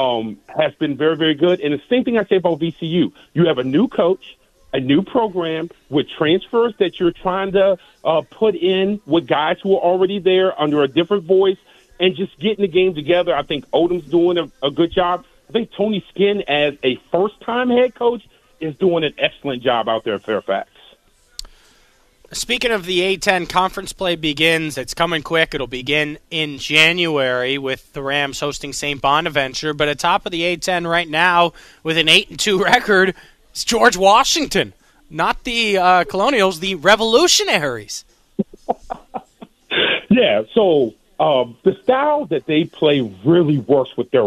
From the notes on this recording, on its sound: We continue to breakdown the Richmond Christmas parade with a caller who was live on the scene.